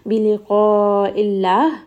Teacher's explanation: Because I am stopping here, I am going to make sure that I give this ha a proper hams at the end. Give it a bit of air. And then the name of Allah here is going to be light because the letter before has a kasra.